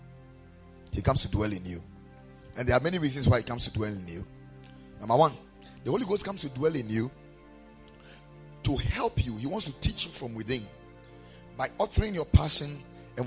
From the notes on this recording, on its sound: Preached at the Ekklesia Chapel.